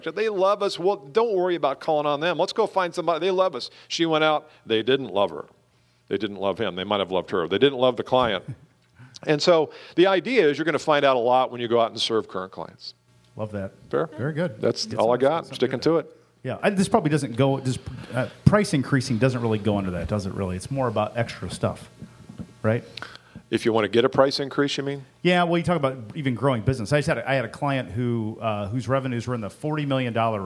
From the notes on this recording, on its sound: LIVE Recording!